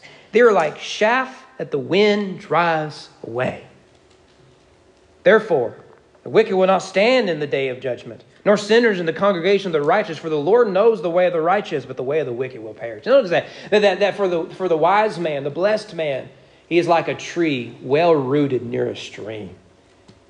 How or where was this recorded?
large echoing room